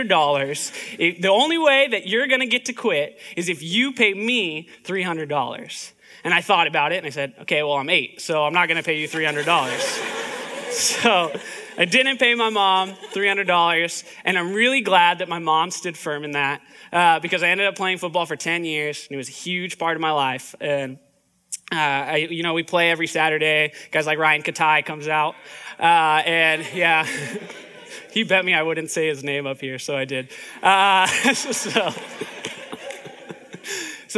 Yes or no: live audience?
yes